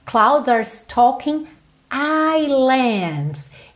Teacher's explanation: Essa palavra ilha, aqui no caso está no plural, ilhas, islands em inglês, esse S é mudo. Isso não é comum em inglês, tá?